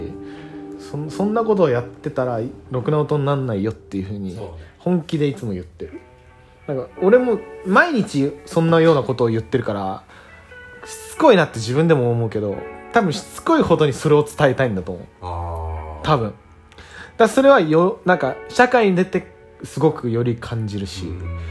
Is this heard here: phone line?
no